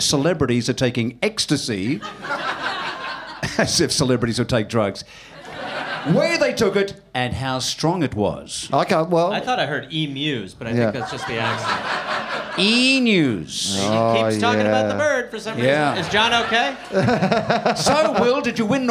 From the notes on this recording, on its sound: Recorded at Basement Comedy Club on Exhibition St, Melbourne. Recorded at Basement Comedy Club on Exhibition St, Melbourne.